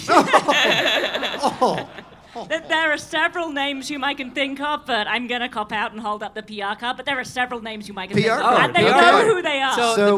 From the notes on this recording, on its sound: LIVE at Watkins Glen. Recorded live in Victory Circle during the weekend of the Six Hours of the Glen. 300 fans at Watkins Glen.